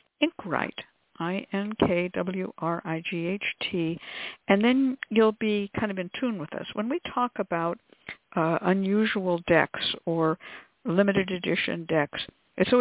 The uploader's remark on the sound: a real, live call-in show